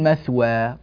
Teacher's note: هذا المد مد عوض عن تنوين النصب بألف عند الوقف عليه